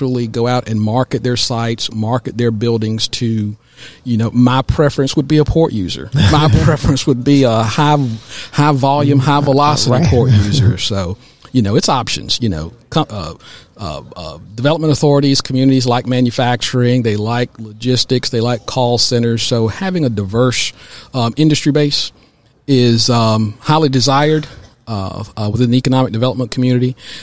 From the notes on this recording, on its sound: Business RadioX® was live at the 2022 GEDA Annual Conference in Savannah, GA.